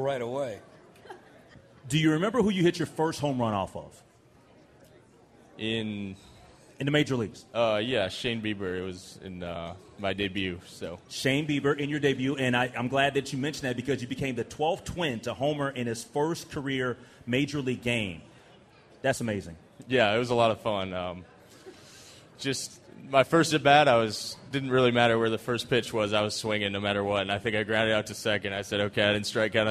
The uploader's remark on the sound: LIVE at TwinsFest 2024!